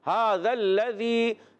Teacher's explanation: لام پر تشدید ہے، مشدد حرف ہے، ذرا رک کر ادا کریں گے، اور لذی میں ذال یا ذر، ذی یا مدہ ہے، ایک الف کھینچنا ہے۔